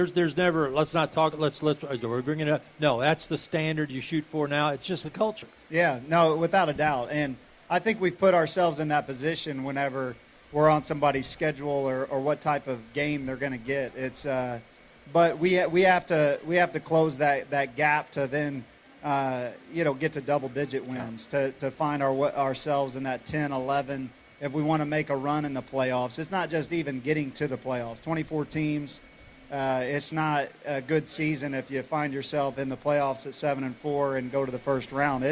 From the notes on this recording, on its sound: outside of Saluki Stadium for Sportsvoice on Location